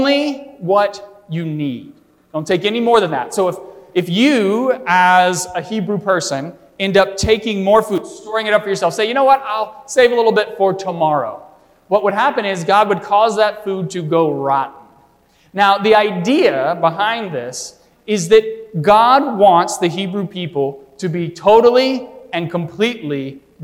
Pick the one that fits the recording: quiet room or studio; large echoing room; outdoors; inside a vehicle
large echoing room